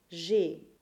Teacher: the future verb tense includes the regular ending AI, and this should be the closed lowercase E sound · IPA: [e]